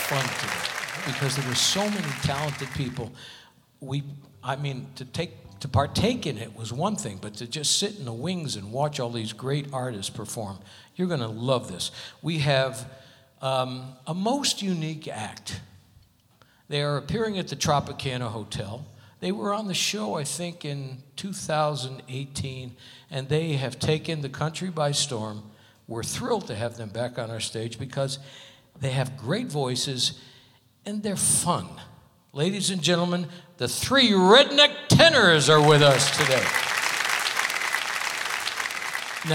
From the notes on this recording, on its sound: Live at the SouthPoint Casino